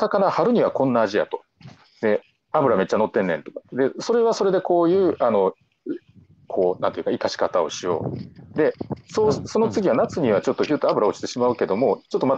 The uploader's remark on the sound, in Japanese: 歩きながら1時間、対談する。